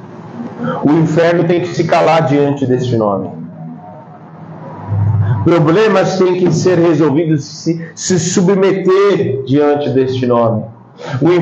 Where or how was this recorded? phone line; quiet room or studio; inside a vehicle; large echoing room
large echoing room